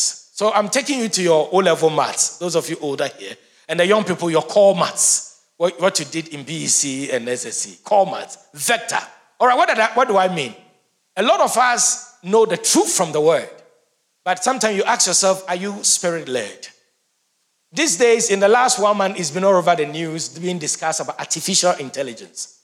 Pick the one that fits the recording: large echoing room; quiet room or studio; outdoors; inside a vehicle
large echoing room